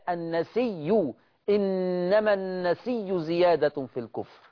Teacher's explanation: أبدل الهمزة بياء وأضغم الياء في الياء · Term: الإبدال ياء مع الإضغام